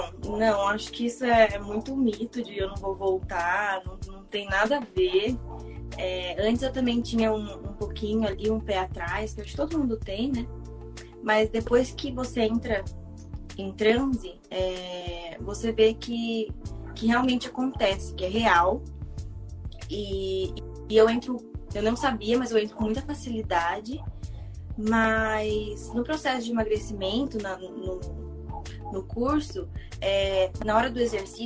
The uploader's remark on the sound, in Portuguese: Esse episódio foi gravado em uma live no Instagram